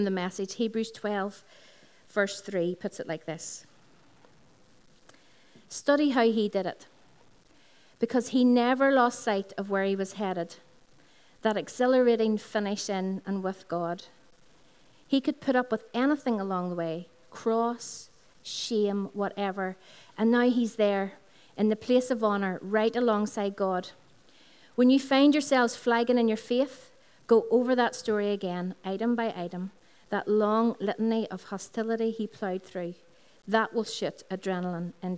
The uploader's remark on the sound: Recorded on 5th June 2016 at our Sunday Celebration, which is held from 11am at the Integrated College, Dungannon.